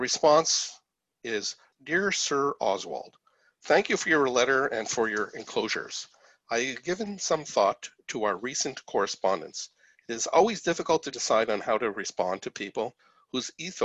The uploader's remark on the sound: The program airs live each week. Is currently delivered to you through Zoom.